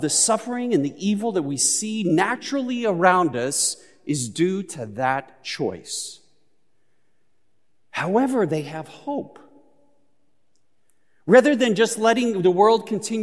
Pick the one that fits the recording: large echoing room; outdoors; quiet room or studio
large echoing room